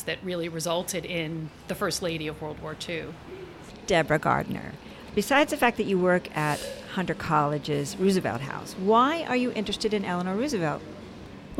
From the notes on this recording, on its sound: This podcast was recorded on the porch of Gebhard's Beer Culture Bar.